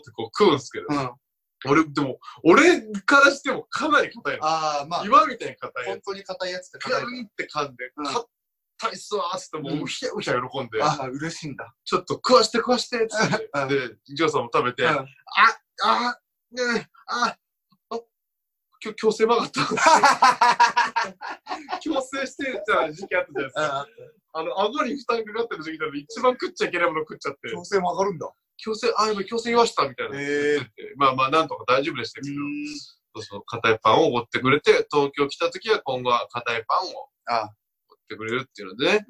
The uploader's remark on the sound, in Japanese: まっさらブルーシートの上でお送りする音質ちょい悪回